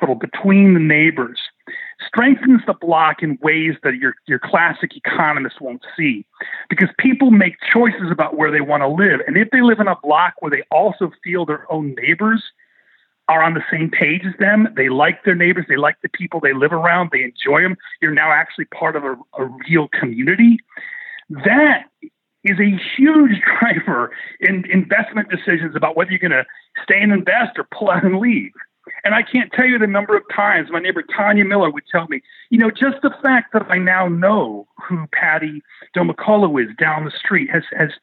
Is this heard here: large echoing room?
no